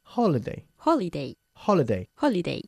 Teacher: Hay que enfatizar un poquito más la primera sílaba de la palabra holiday. No holiday, sino holiday.